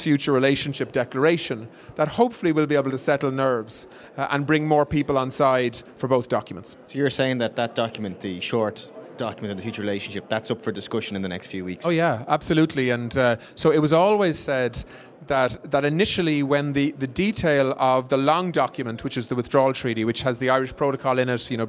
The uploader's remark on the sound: On the floor at the Fine Gael National Conference